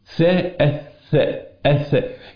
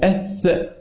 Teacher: عدم تقعر في اللسان، عدم تصاعد الصوت إلى قبة أقصى الحنك، يبقى ده حرف مرقق